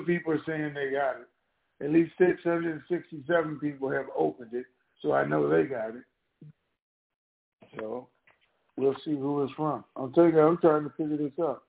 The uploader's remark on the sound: TNTSuperfantastic Conference Call - Wednesday, November 9, 2022